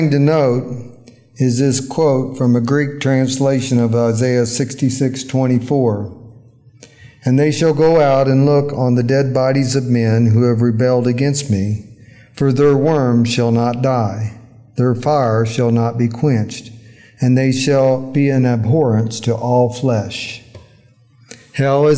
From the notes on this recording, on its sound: during our recent worship service